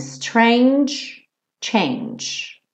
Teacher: Strange e change. Termina com esse som. Tch, tch, porque a gente não continua pro E. Ok? Então, strange, change.